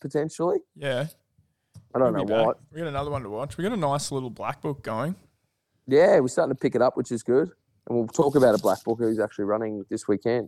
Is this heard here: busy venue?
no